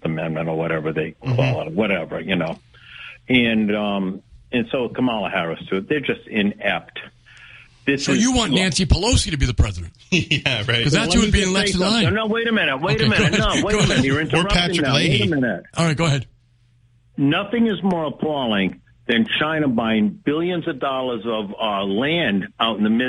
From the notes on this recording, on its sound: Take calls from the audience.